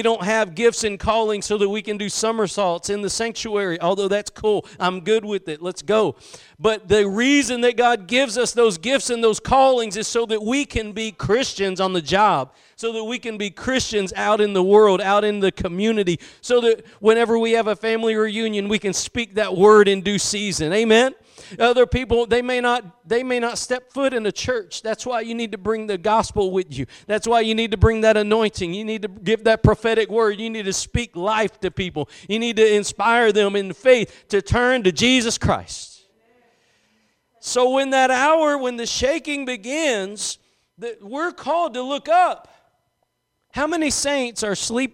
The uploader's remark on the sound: Preached at Gospel Lighthouse in Bossier City, La.